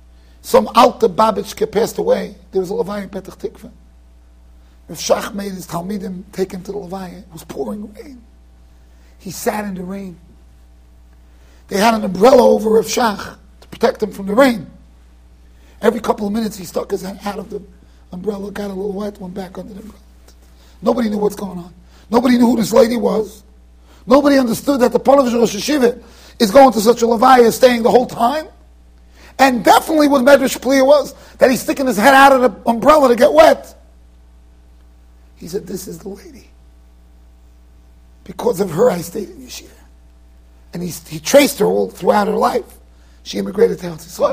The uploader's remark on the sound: Shiur recorded in Yeshivas Ohr Reuven, Monsey NY.